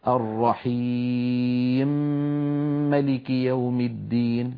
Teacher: وإذا سمعتم إدغام كبير معناها الحرف الأول متحرك، مثل الرحيم ملك يوم الدين في سورة الفاتحة، بسم الله الحمد لله رب العالمين الرحمن الرحيم ملكي، مي ملكي، فهنا التقى ميمان لكن حالت بينهما الكسرة وهي ياء قصيرة، فأبو عمرو حتى يدغم الميم الأولى في الثانية يسكن الأولى، يعني يجردها من كسرتها فتصبح ساكنة، عندئذ يسوغ له أن يدخلها في الميم التي بعدها، فيقول الرحيم ملك يوم الدين، لأنه يقرأ ملكي ولا يقرأ مالكي كحفص.